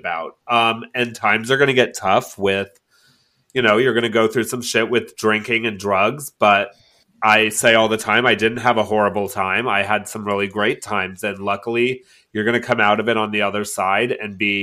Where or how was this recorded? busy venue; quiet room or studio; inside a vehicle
quiet room or studio